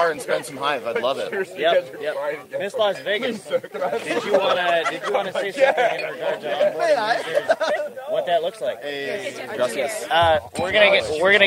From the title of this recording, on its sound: Live from HiveFest 2023 in Mexico